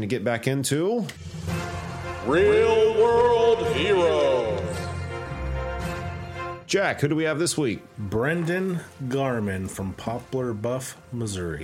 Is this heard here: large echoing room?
no